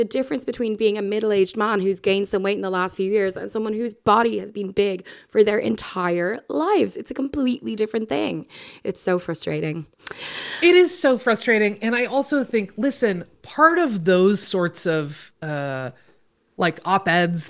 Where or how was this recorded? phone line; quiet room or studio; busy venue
quiet room or studio